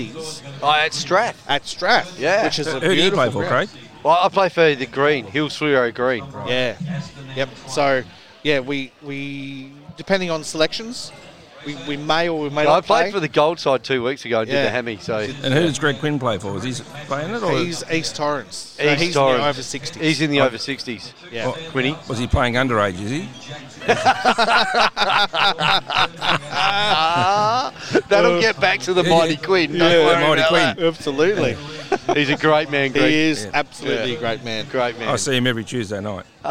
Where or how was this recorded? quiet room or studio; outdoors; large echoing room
outdoors